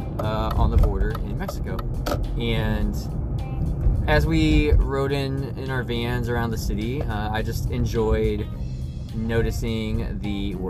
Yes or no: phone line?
no